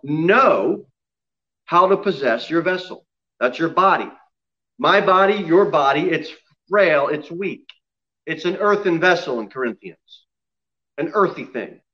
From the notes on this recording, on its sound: Sermon delivered at Pilgrim Baptist Church on Sunday, December 6, 2020, at 6 pm.